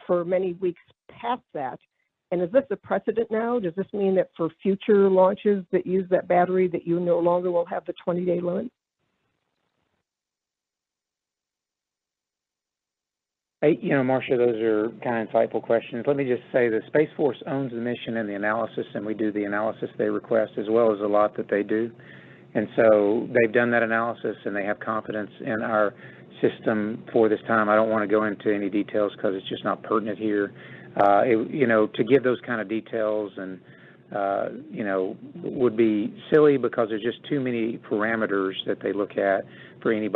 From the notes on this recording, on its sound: On Friday, officials talked with reporters about the testing data. That teleconference audio is in this podcast.